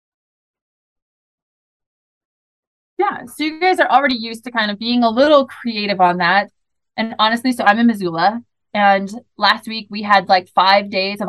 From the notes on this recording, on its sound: this is the audio from the webinar.